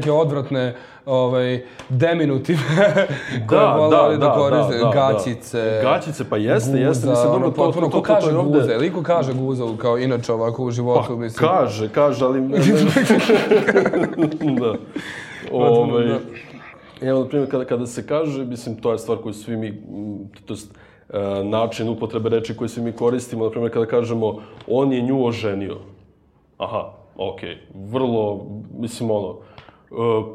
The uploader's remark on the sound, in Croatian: Ova epizoda je izvedena uživo u galeriji YIHR u okviru HFestivala.